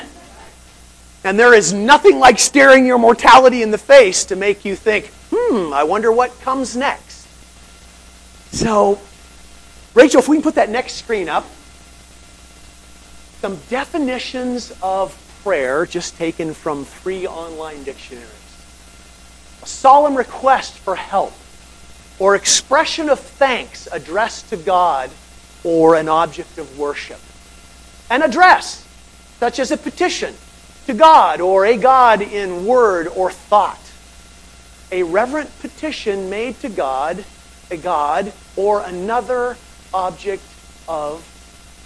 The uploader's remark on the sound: Audio Problems